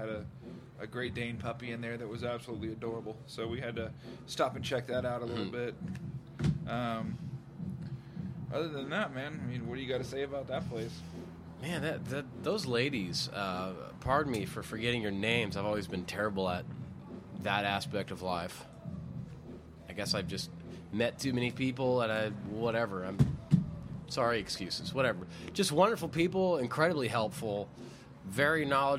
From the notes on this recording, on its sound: Take the conversation outside! Patio Talk.